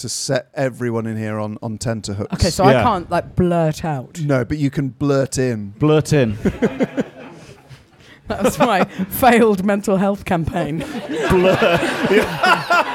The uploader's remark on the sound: We’re live from the greatest pub in the Other Realm. 30 Patrons were lucky enough to experience the mist in person.